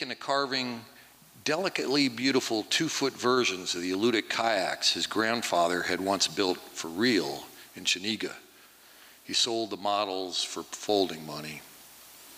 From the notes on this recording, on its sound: 2023 FPG-Liberty Theatre-Saturday Night-Third Set. From the 2023 FisherPoets Gathering. This recording was made on Saturday, February 25th, 2023, at the Liberty Theatre in Astoria, OR as part of the FisherPoetry Archive Project.